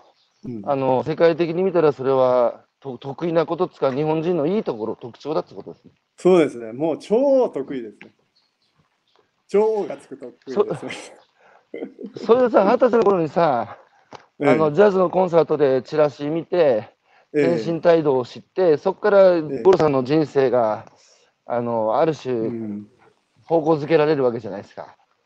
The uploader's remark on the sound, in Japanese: 歩きながら1時間、対談する